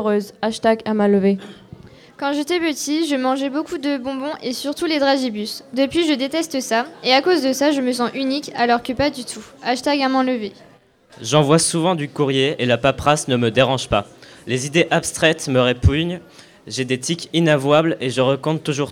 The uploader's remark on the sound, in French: Lecture en public au LP2I, le 17 octobre 2019.